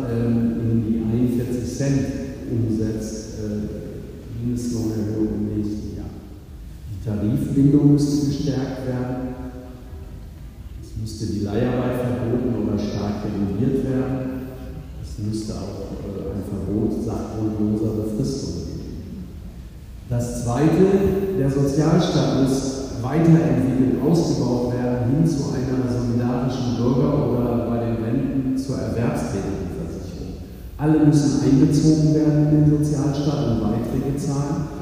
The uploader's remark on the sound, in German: Aufgenommen auf einer Veranstaltung des DGB-Kreisverbands Esslingen-Göppingen.